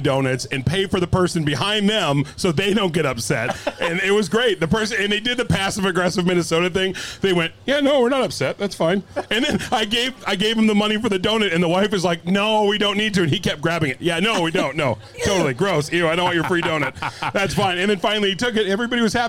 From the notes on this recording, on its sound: It's our third and final live podcast from the 2023 Minnesota State Fair.